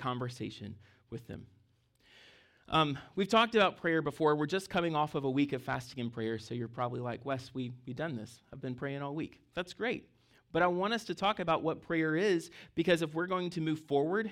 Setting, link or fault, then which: setting, large echoing room